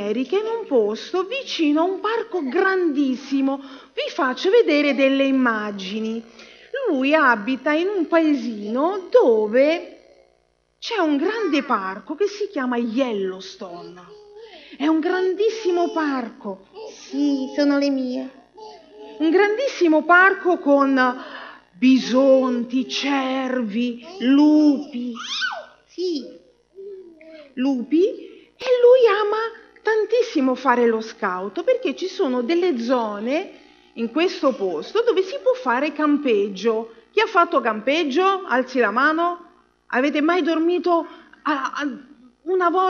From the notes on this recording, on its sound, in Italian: Registrazioni dal vivo della storia dedicata ai bambini durante il sermone sabatico della chiesa cristiana avventista del settimo giorno di Forlì.